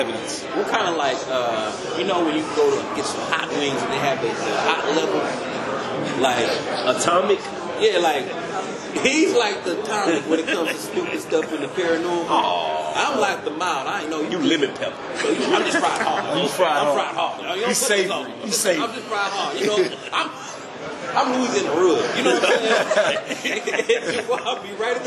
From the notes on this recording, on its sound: NYCC 2022 Press Room. At the Ghost Brothers Press Room.